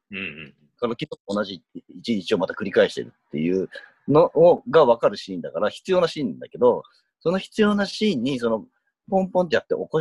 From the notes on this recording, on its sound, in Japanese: Zoomでの遠隔収録ですので、音声途切れがちです。